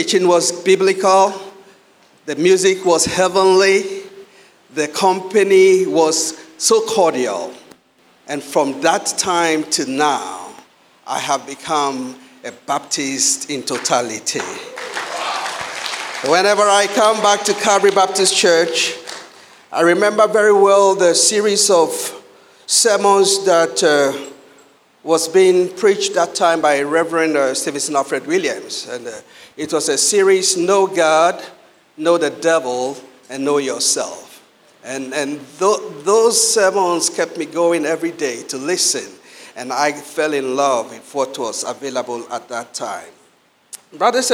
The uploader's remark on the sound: Sermon preached at CBC Shiashie Campus